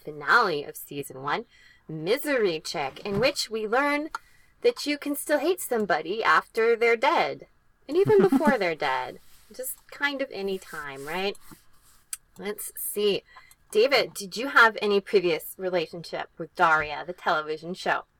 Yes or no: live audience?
no